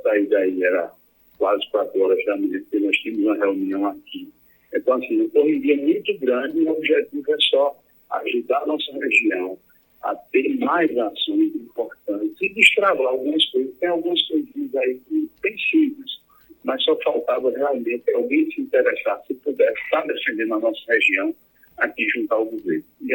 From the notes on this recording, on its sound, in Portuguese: Entrevista por telefone ao programa A Tarde é Sua da Rádio Pajeú.